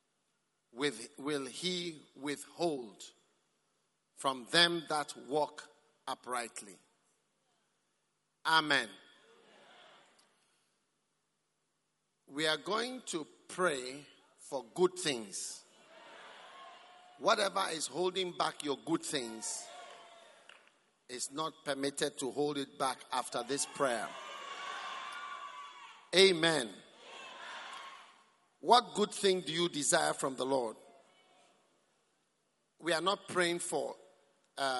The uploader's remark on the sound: Preached at the Prophetic Encounter Service.